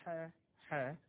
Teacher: شوف تطلع الحا ومعها النفس معاك فكأن الحرف ضعف إنه يملى المكان بتاعه فطلع معاه هواء · Term: الهمس